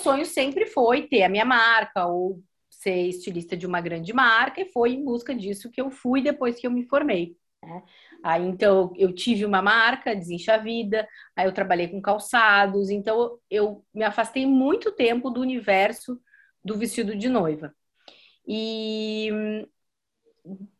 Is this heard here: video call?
yes